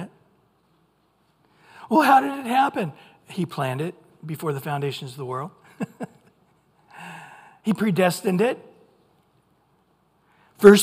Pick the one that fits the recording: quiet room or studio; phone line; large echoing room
large echoing room